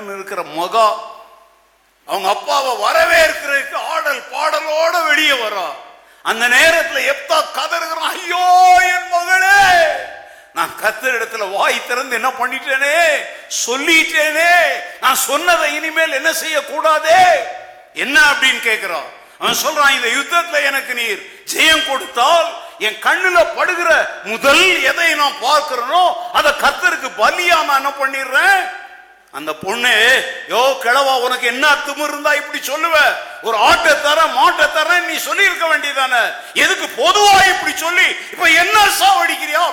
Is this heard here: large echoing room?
yes